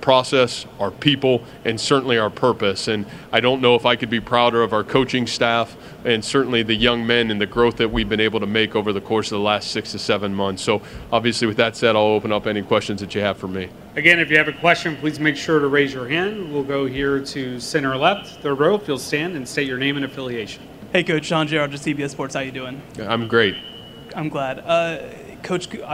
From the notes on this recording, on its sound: Press conference at Big 12 Football Media Days.